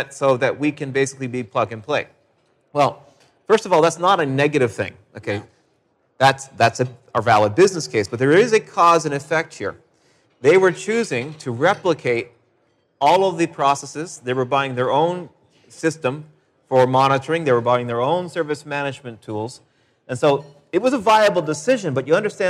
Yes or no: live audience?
yes